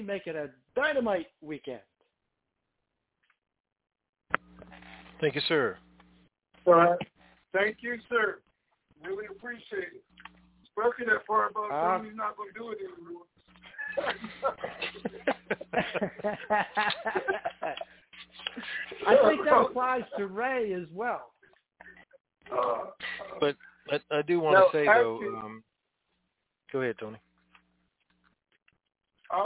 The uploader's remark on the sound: TNTSuperfantastic Conference Call